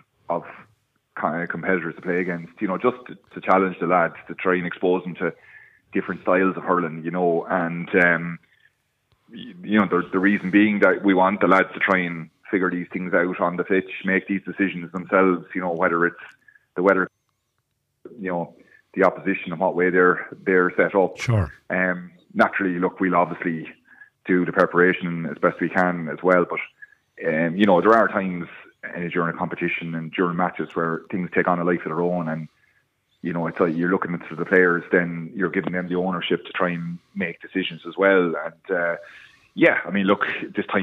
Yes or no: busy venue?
no